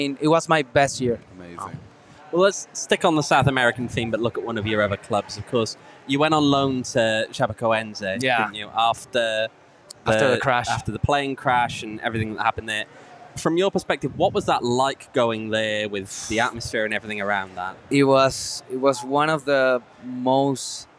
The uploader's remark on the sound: Live from Four Peaks.